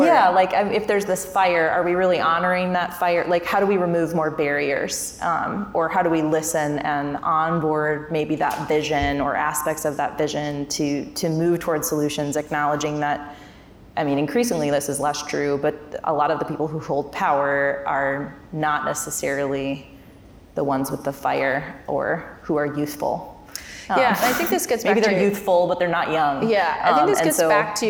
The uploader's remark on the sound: We are listening in on a conversation. During the Crosscut Ideas Festival in Seattle.